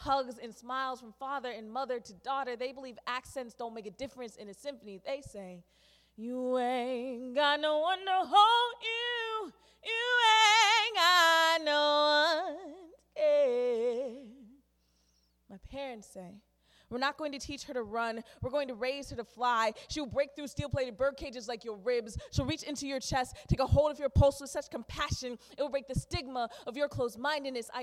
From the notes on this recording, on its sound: On our April 6th 2019 live show. Open mic performance.